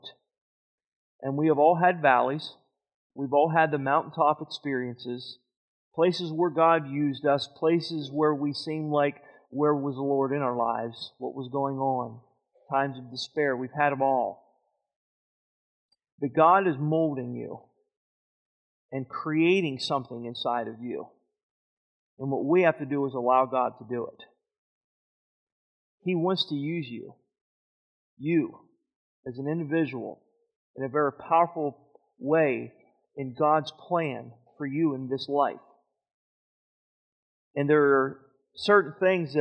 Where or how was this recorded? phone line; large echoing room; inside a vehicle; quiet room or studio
large echoing room